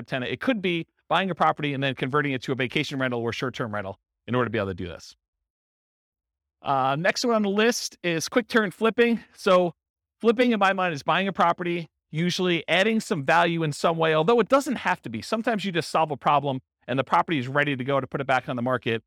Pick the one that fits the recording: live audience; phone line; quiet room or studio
live audience